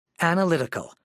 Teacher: 5 syllables, main stress on the third syllable.